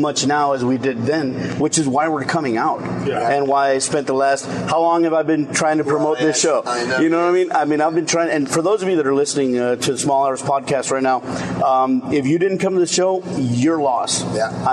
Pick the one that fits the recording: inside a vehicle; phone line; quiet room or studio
inside a vehicle